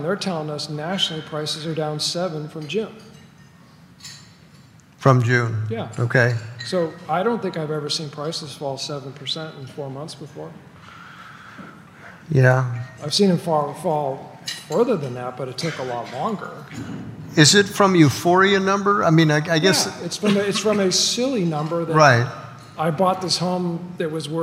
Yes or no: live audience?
yes